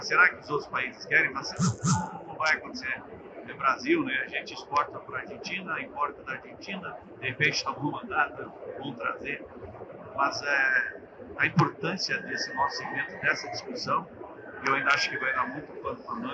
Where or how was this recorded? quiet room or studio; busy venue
busy venue